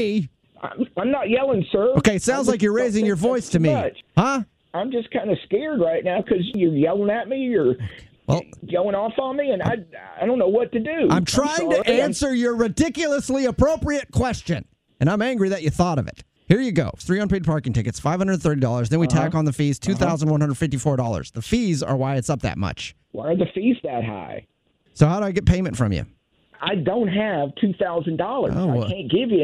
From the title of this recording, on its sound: Phone Prank